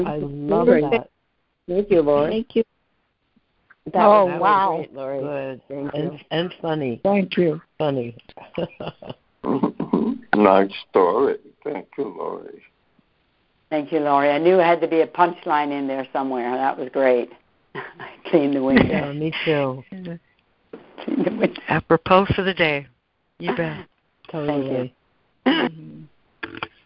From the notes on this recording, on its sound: ACIM Daily Conference Call